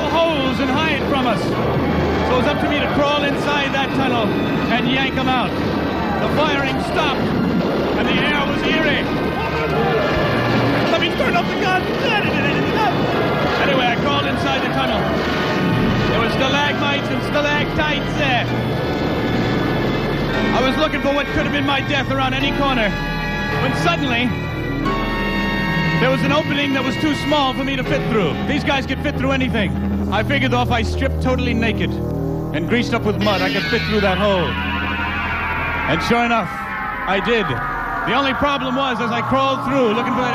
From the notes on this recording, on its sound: Live At The Bayou